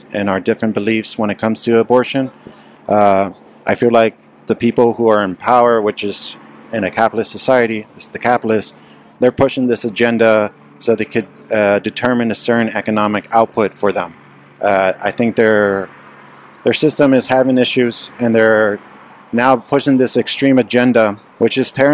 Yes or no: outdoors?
yes